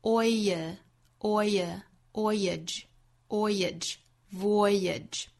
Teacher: 注意 voyage 这个词不要带出 er 的音了哈，没有卷舌的音那是两个元音一个是 oi 一个是 i